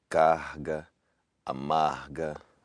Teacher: Another variation of an R at the end of a syllable, that's the voiced glottal fricative.